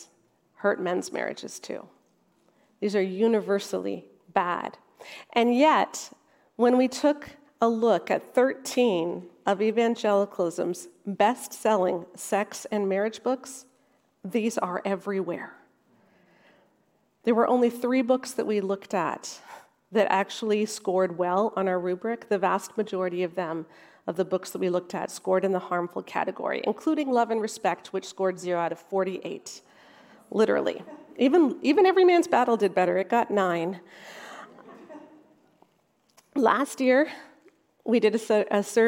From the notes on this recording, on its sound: featuring a talk from our recent Restore Conference